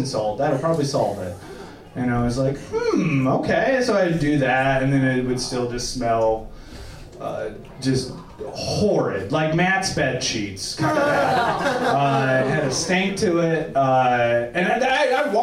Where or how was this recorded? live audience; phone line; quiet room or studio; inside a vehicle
live audience